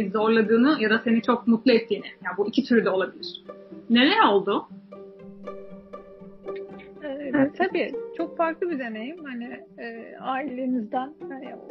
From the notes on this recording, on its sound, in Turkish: Uzaktan bağlanmalı bu kayıtta da hem bağlantım, hem de muhteşem hızlı konuşabilme özelliğim sayesinde yasanan kayıplar var.